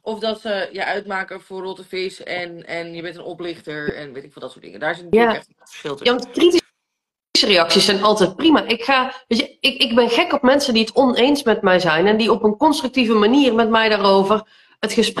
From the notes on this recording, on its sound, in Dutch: Deze aflevering komt uit een Instgram live